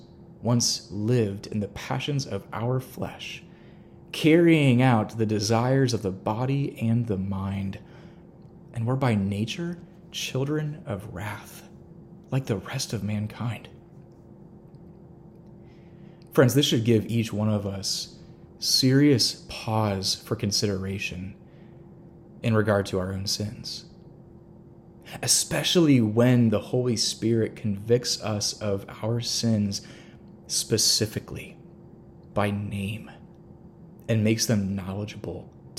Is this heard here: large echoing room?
yes